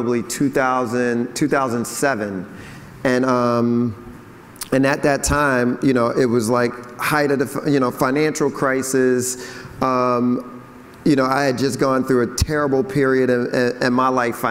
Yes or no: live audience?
yes